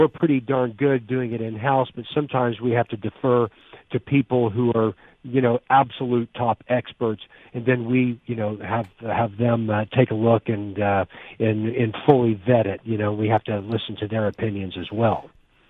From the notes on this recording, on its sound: opens the phone lines to find out what you think